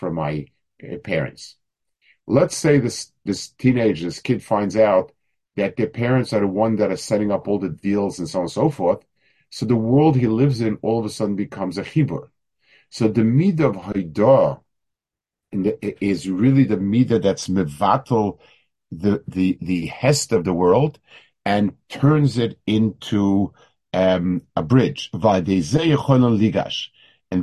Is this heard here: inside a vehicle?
no